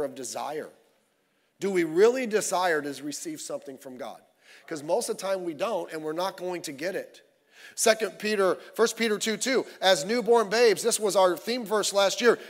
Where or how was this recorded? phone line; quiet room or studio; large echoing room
large echoing room